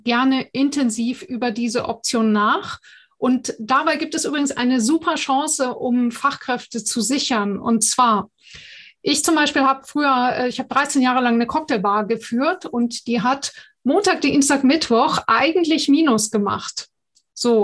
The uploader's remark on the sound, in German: Podcast zum interaktiven Live-Webinar